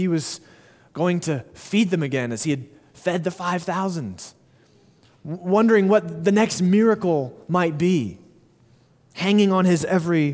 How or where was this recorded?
large echoing room